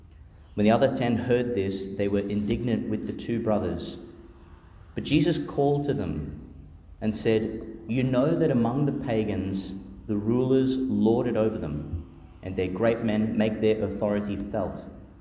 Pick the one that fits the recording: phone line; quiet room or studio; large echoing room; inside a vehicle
large echoing room